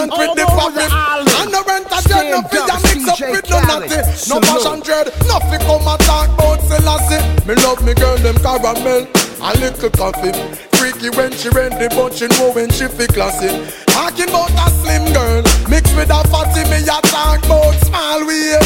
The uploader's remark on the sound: ARMYWEAR AFFAIR RICHMOND VA...01.21.2017 LIVE AUDIO